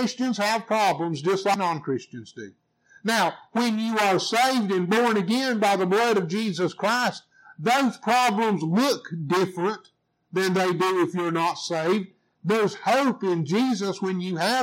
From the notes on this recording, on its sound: I apologize for the audio quality we experienced some technical issues.